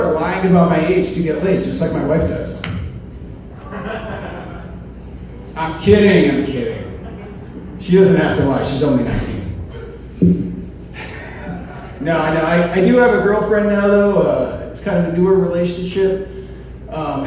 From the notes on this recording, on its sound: Here's some raw stand up material from 2 years ago that I performed in front of a very small but exceptionally gracious audience at the Bos Meadery at 849 E. Washington Ave here in Madison.